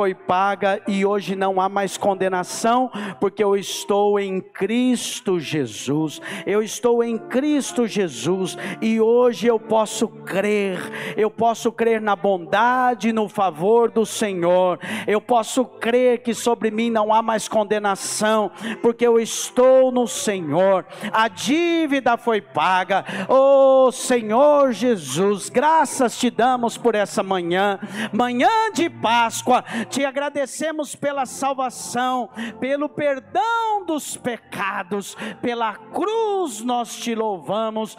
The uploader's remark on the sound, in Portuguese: CULTO AO VIVO